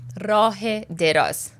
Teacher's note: So the ezafe sound links the two, letting you know that long is describing path.